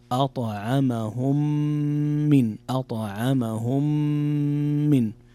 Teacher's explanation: هنا إدغام متماثلين صغير، إدغام شفوي، يقرأ أطعمهم من، أطعمهم من، فيه غنة بمقدار حركتين